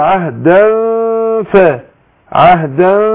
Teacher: احنا عندنا تنوين وبعده ايه ف الفاء حرف الفاء مش كده يبقى أنا بخفي النون اللي هي نون التنوين · Term: الإخفاء